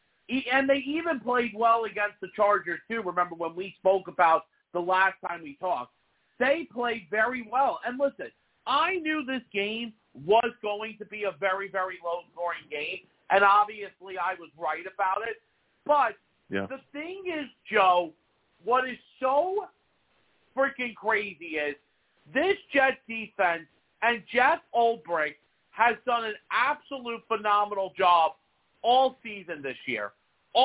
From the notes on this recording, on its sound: I take live callers!